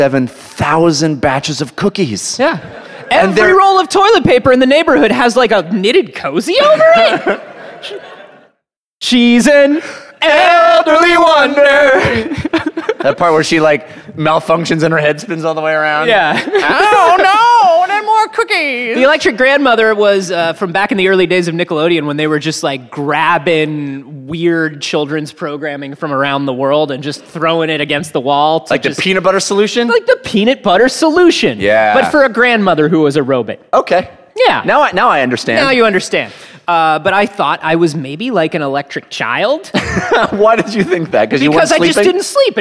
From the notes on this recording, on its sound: Recorded live in Boston at PAX East 2018.